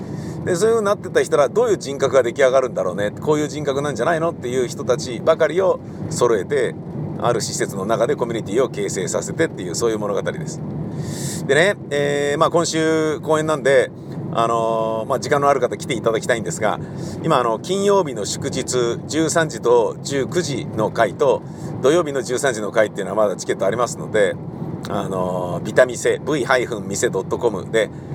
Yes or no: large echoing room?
no